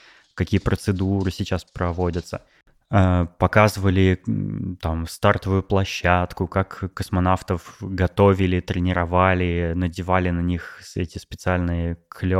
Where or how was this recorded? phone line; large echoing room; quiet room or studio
quiet room or studio